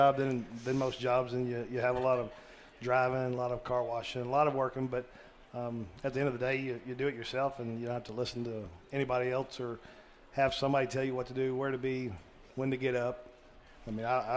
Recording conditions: busy venue